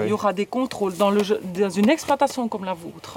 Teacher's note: C'est l'accent suisse qu'on parle en Suisse. Cet accent est caractérisé par des voyelles prononcées de façon très distincte et une intonation très marquée. Et les R sont souvent roulés.